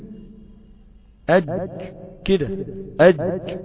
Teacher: حرف شديد في إغلاق المخرج ثم انفتاحه